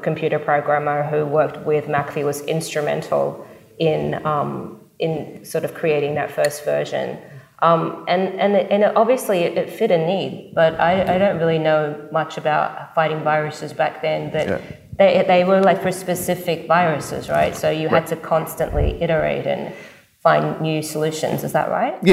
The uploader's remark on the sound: This bonus episode was recorded following a live production of “Foundering: The John McAfee Story” in San Francisco at the RSA Conference in April 2023.